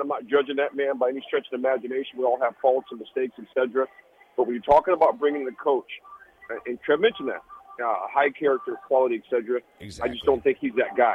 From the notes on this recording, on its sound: calls in from Houston!